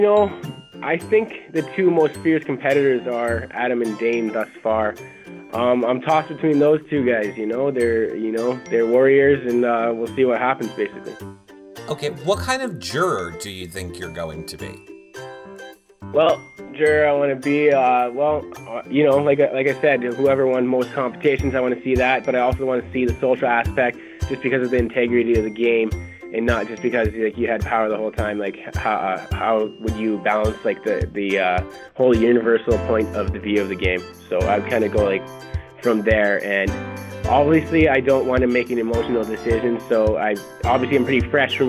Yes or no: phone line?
yes